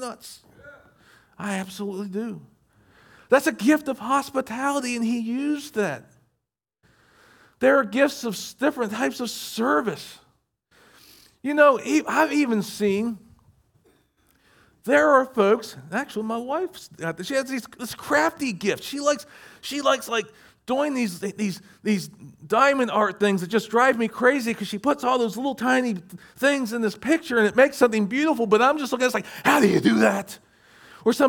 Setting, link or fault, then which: setting, large echoing room